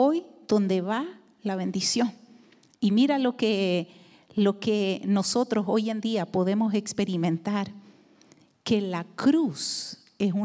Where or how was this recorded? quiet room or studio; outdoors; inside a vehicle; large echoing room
large echoing room